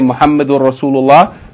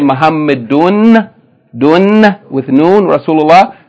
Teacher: The second thing is in Muhammadur Rasulullah, even though it's written Muhammadun Rasulullah, but it's pronounced as though the second dhamma is not there. It's pronounced as though it's just dhamma followed by ra in Rasulullah with shadda. · Shown in: first take